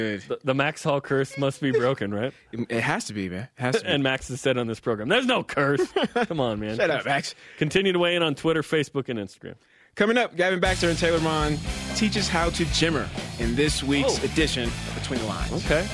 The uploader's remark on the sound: talk on the phone